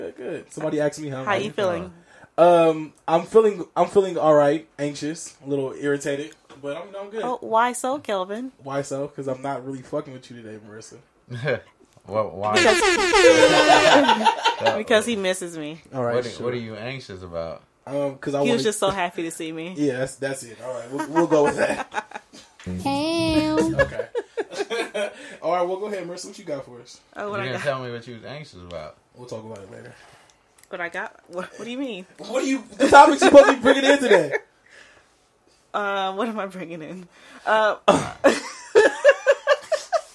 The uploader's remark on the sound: we start off with a few technical difficulties